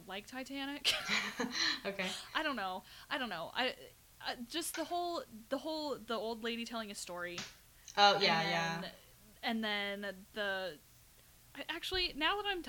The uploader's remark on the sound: they both have lots of audio issues recording